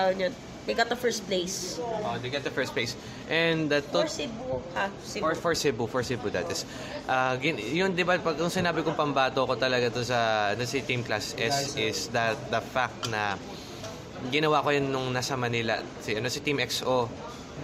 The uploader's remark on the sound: Just an hour after Otakufest 2019 has ended. Recorded from Jollibee at Super Metro Besak.